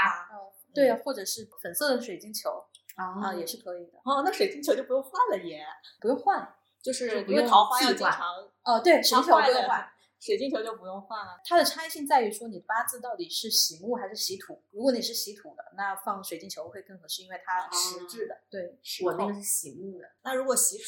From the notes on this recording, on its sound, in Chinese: 这期音质在后期上做了点努力，但前期收音上确实比较差强人意，后续咱会在硬件上做做努力。